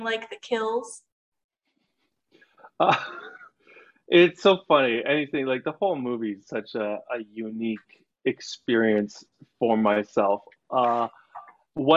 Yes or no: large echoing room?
no